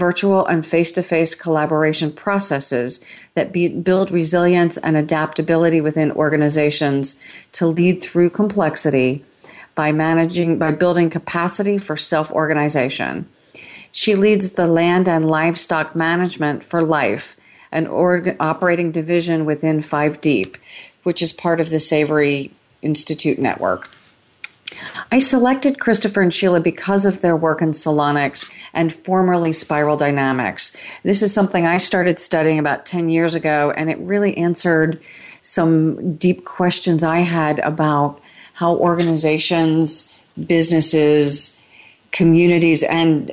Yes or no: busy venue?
no